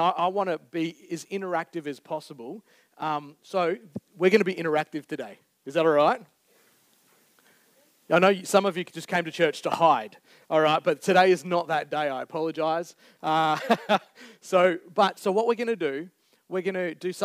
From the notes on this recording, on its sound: Recorded Live on the 9th July 2023. Geraldton Baptist Church.